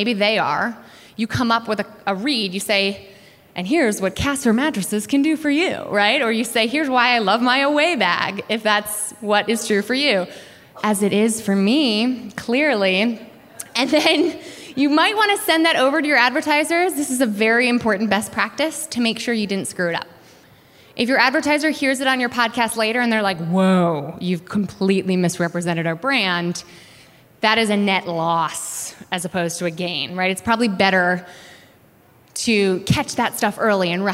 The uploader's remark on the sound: Werk It: The Podcast is a compilation of some of the best moments from the live event. Both the festival and the podcast are produced by WNYC Studios.